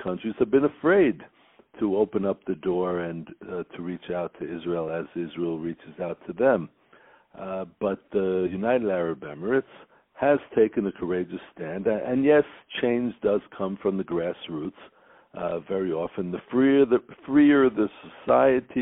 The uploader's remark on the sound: On the phone